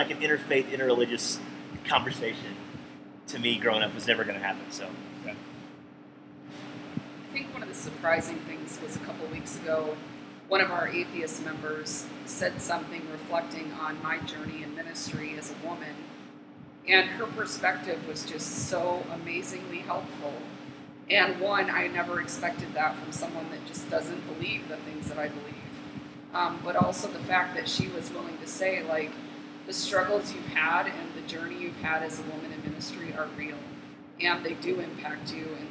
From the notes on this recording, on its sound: We recorded this episode in a large room with massive fans (#RookieMistake). We recorded this episode in a large room with massive fans (#RookieMistake).